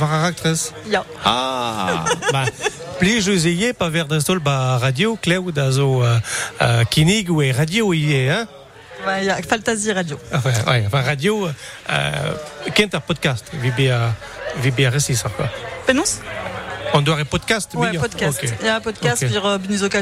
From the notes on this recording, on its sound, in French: France Bleu Breizh Izel est en direct du Festival du Film de Douarnenez.